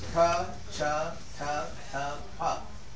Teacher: as you go ka cha ta ta pa, the point at which you block the air is moving forward in your mouth